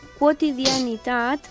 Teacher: Us volem recordar que en aquesta paraula hem de pronunciar la vocal U del diftong creixent